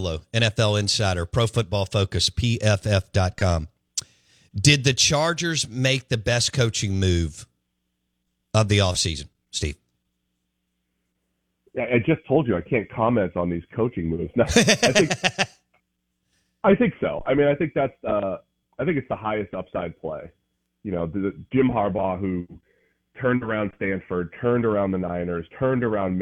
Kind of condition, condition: link, phone line